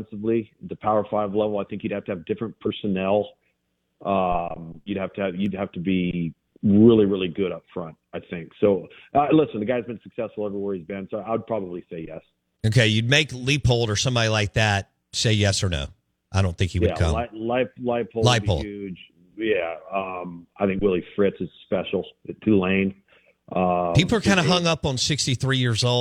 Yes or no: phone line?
yes